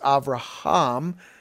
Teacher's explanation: In other words, there was just a breathy sound, because the hey is just a breathy sound like heaven